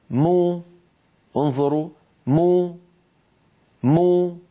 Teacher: فبتباعد الشفتين خرجت الميم وبانضمام الشفتين خرجت ضمتها